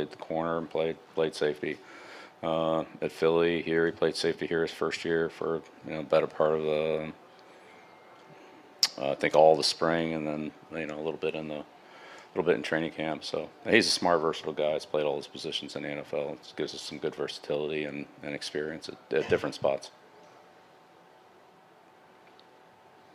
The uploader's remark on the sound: addresses the media during his postgame press conference following their preseason game against the Houston Texans at Gillette Stadium